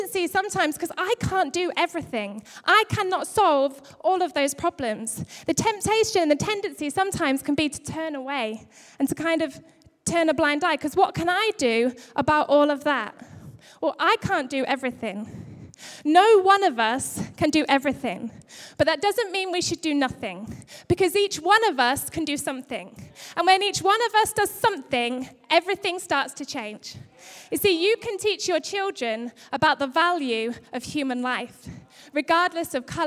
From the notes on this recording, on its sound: Recorded live at Life Church.